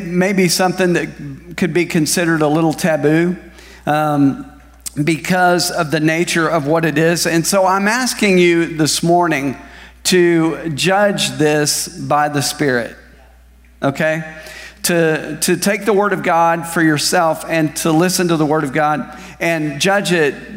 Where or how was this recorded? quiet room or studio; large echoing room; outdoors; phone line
large echoing room